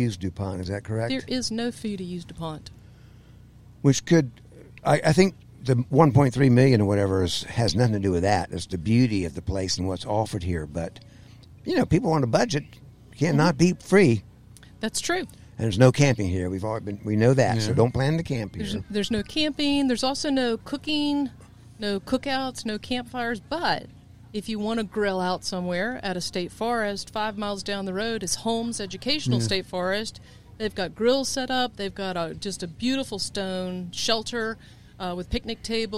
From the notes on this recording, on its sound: When we were once again recording at DuPont State Recreational Forest on National Public Lands Day.